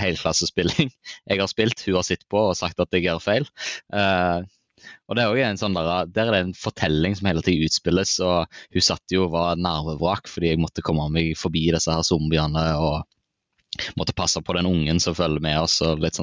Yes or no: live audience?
no